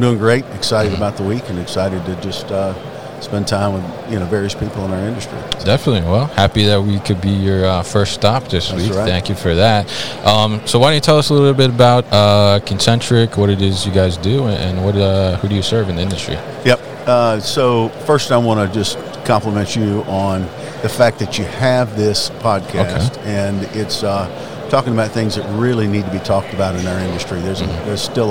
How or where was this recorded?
busy venue